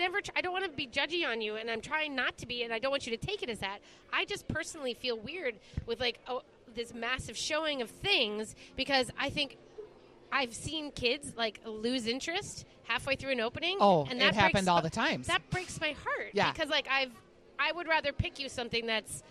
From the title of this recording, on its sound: Live at Plate and Paracel Holiday Market